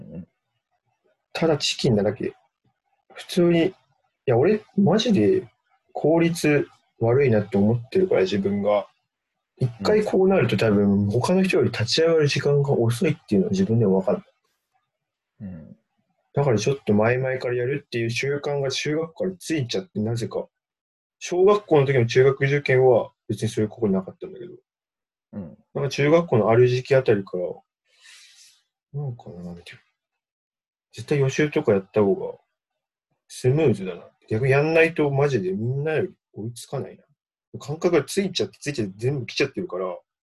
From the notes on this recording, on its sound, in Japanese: リモート録音なので音質はそこまでよくありません。